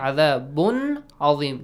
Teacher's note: Tanween plus ayn from throat letters. Ilhar. You do not bounce it. You do not kind of merge it.